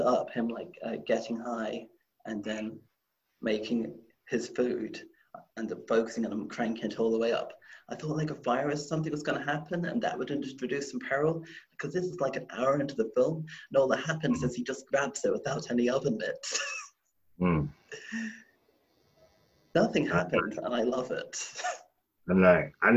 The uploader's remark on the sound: Please excuse the audio quality, we had problems recording this episode.